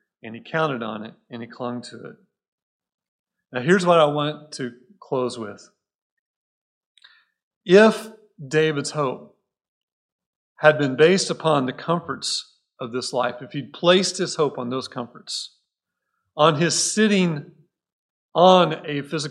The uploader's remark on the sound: Recorded at Cornerstone Church in Mesa, AZ